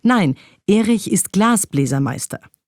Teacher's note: Glas hat die stärkste Intensität und Meister die Halbschwere. · Term: Vollschwere